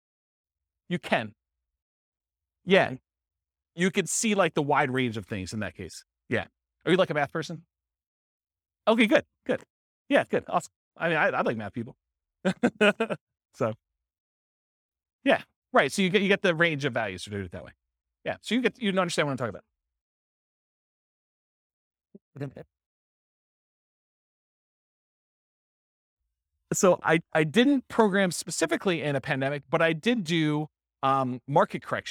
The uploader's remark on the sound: This was a live class recorded